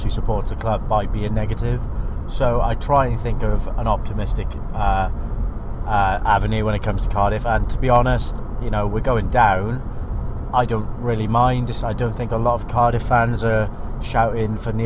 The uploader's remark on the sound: VFTN returns with this special episode recorded on the M6 as the team travel to and from the Etihad Stadium for the Football Blogging Awards.